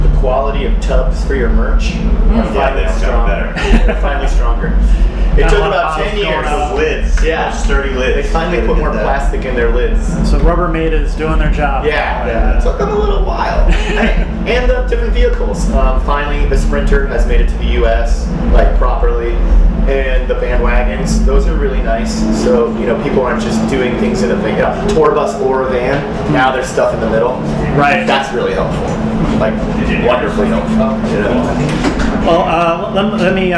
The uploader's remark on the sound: This interview was conducted by NEPA Scene at the Vans Warped Tour at The Pavilion at Montage Mountain in Scranton on July 10, 2017.